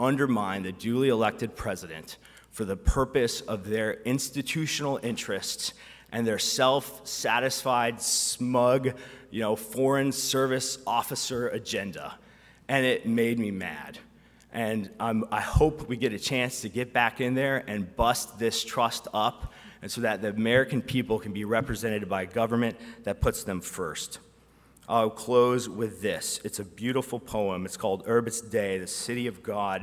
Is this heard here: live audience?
yes